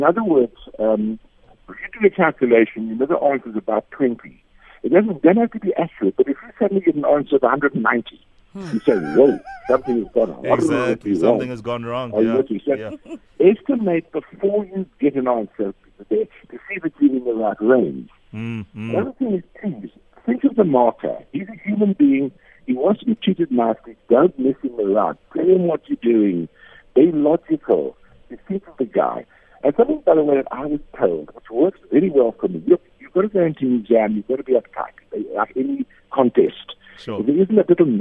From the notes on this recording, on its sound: PHONE INTERVIEW